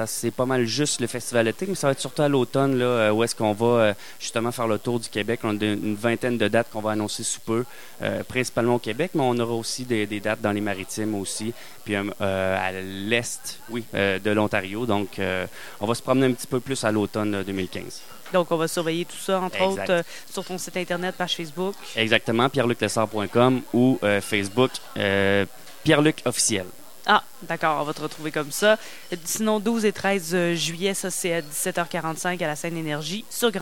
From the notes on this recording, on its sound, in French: Au Festival d'été, sur les ondes de CKRL 89,1 en direct du bar Le Sacrilège.